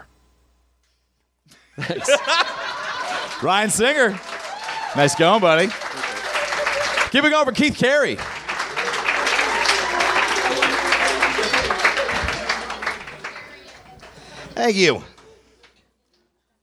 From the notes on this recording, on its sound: Recorded live at Nerdmelt in LA.